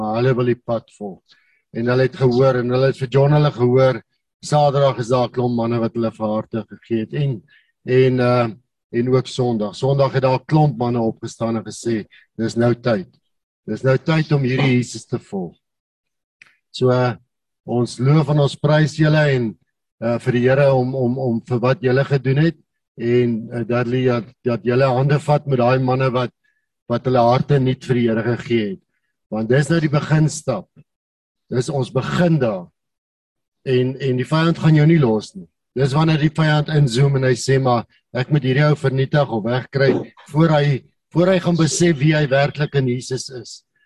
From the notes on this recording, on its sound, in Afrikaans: Manne van die Woord Zoom Byeenkoms 31 Mei 2022.